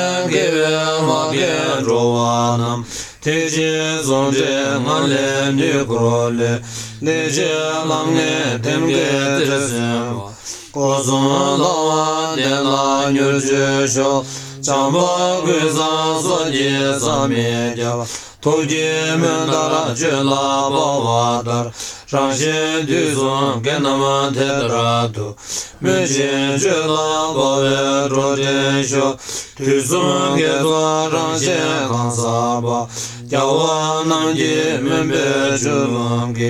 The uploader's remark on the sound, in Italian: al monastero di Tashi Lhunpo, Shigatse, Tibet